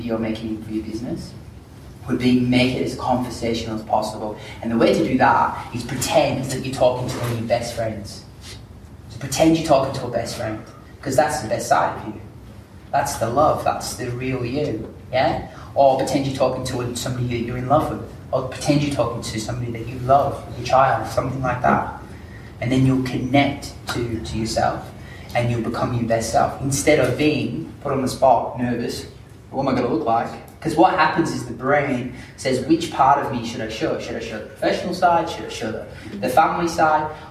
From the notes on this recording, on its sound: This is a live recording of a workshop. Workshop attendees use it to share their own stories.